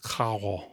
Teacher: More like a French R rather than a traditional Spanish trilled R.